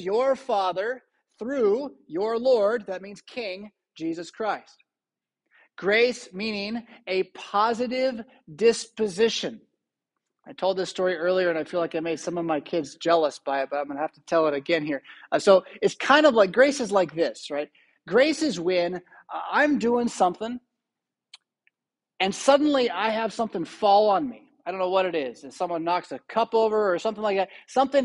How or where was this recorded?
large echoing room